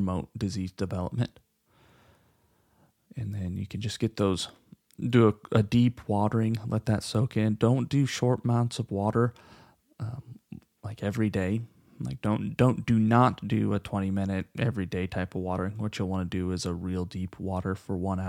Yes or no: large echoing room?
no